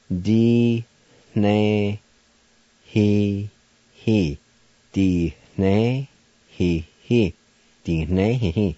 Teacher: between the I and N, there's kind of like a faint H sound